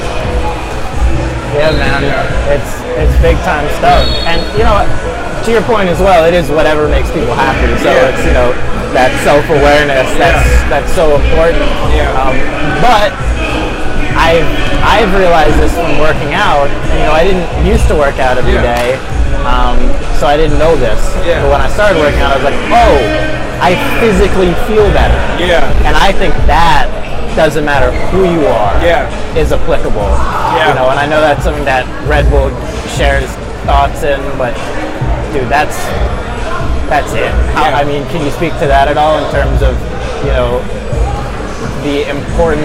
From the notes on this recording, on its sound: We filmed this on location at a Red Bull event in Brooklyn NYC. The first in person episode since covid!